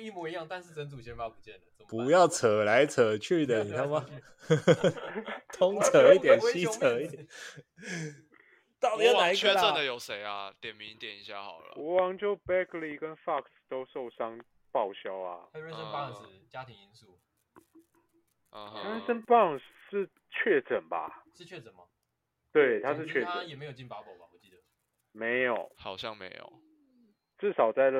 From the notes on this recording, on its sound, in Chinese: 收音悲劇持續改善中 敬請見諒